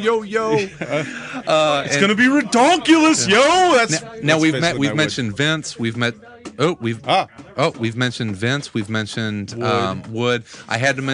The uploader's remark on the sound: Dark Tower Comics was filled with friends on a Friday night to help us send off the show in style. Joins us from the road.